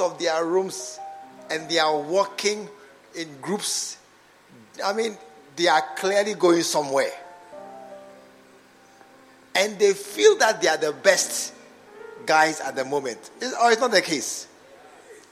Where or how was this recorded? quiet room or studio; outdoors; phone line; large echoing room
large echoing room